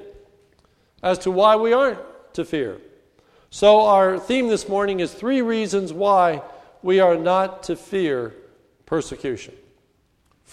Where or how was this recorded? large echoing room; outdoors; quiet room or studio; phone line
large echoing room